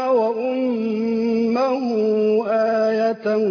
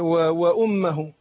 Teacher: هاء الضمير موصولة بواو تحت الهاء إشباع · Term: الصلة